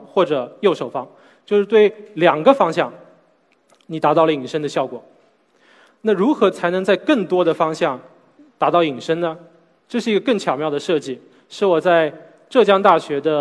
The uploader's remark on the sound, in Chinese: SELF格致论道讲坛。在 SELF 讲坛的舞台上。